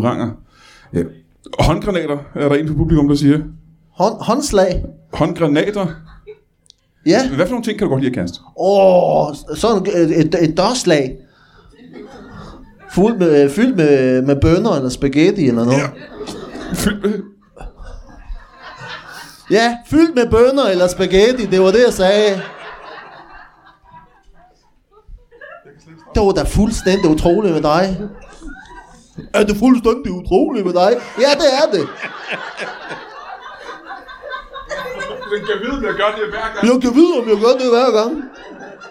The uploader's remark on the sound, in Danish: LIVE fra Tobbers i Kolding. Optaget foran et mageløst publikum på gode gamle Tobbers i Kolding.